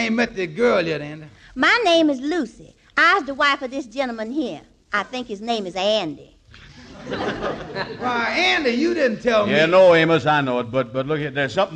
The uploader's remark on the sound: First show before a live audience.